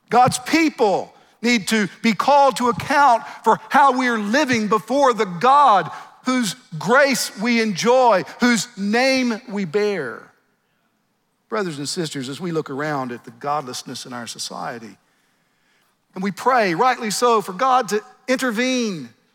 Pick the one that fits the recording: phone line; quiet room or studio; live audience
live audience